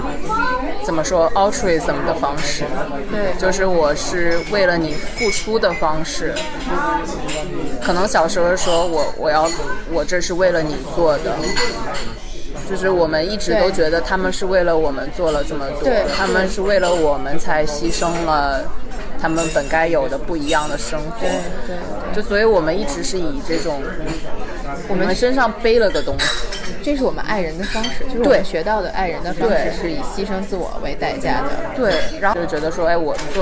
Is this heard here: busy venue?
yes